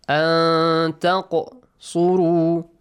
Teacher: Qalqala, you echo the sound of the qaf.